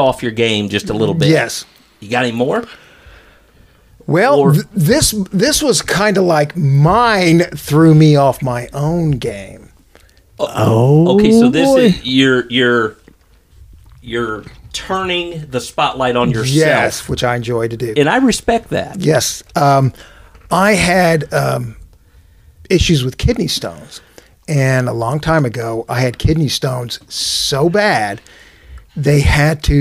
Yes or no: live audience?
no